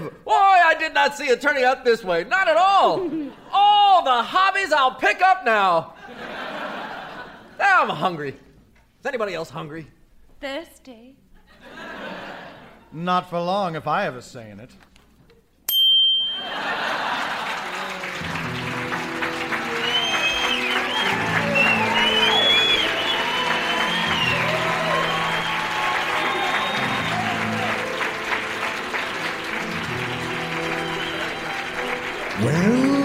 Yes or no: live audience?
yes